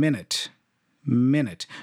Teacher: So I'm stressing the first syllable